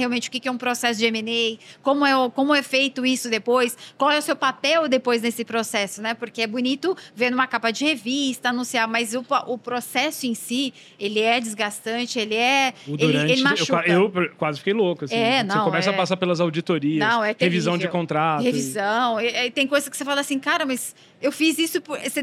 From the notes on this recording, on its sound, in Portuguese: Diretamente do Case Abstartups, gravamos vários episódios incríveis do De Galho em Galho neste evento